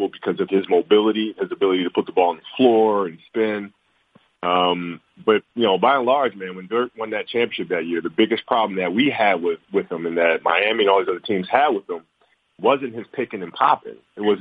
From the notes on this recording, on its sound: Media Conference Call